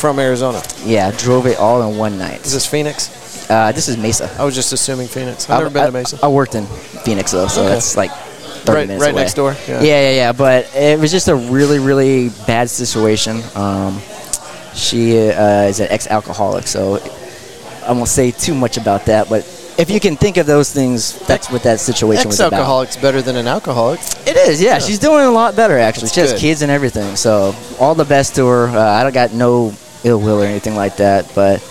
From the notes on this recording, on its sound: Thank you all for coming out and recording with us! Pouring Glory Mixer.